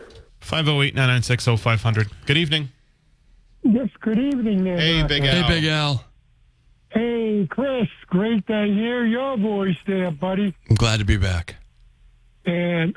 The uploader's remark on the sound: take calls and WBSM app-chat messages from the audience